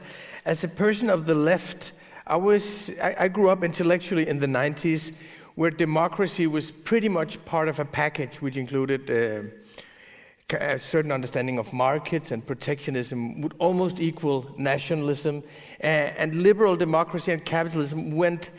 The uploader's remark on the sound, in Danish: Med på scenen som interviewer er chefredaktør på Information